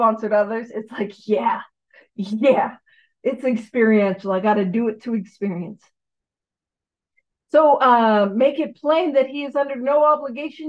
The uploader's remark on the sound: On the Zoom platform 12/10/2023. Gives a talk on Step 12 on the Zoom platform.